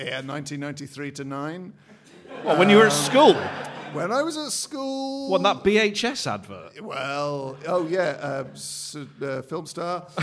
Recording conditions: busy venue